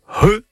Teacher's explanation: C'est un gros H aspiré.